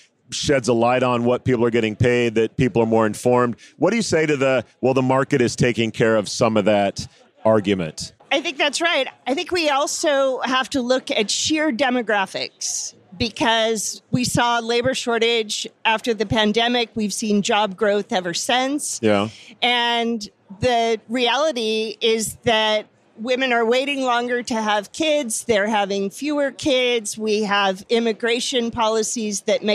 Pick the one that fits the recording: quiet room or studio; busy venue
busy venue